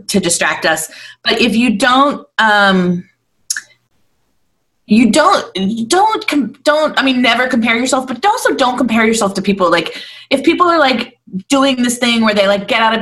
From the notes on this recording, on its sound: Recorded on a zoom call. Better than nothing but not great either.